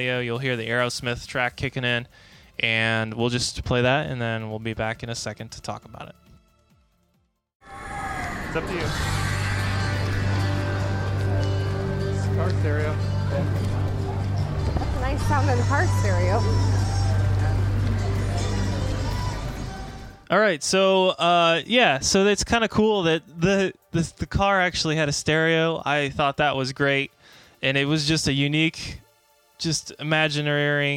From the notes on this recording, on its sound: Then we play audio from the park.